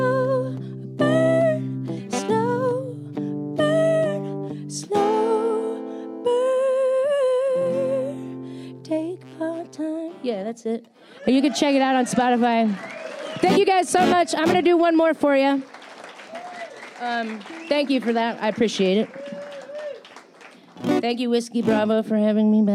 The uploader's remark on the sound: at the 30A Songwriters Festival this year for a full hour and she blew the roof off of 723 Whiskey Bravo in Seagrove, FL